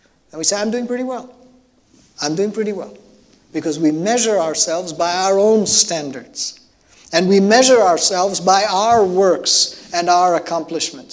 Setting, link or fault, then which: setting, large echoing room